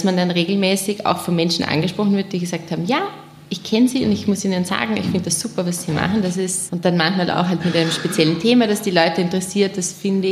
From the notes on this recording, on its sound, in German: Die Aufnahme des Podcasts fand am 24.03.2019 im Ateliertheater als Live-Aufnahme statt.